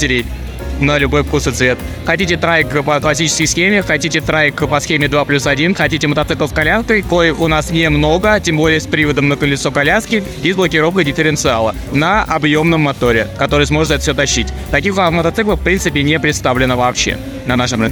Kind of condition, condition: setting, busy venue